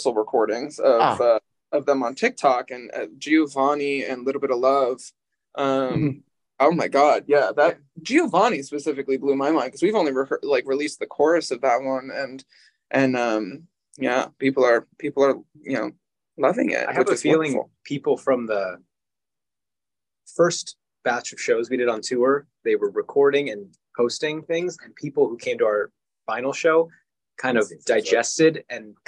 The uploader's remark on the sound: Join us via Zoom from their LA-area rehearsal space a week after their tour wrapped.